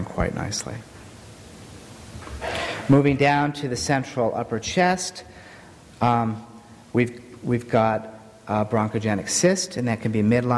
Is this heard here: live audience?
yes